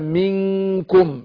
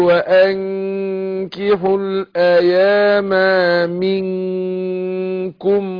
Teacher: أخفي النون عند الكاف هنا في الإخفاء برقق الغنة عشان كاف حرف مرقق